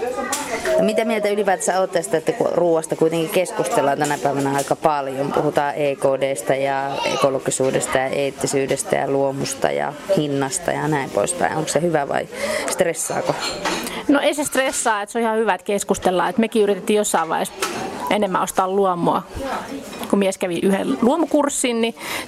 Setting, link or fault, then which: setting, busy venue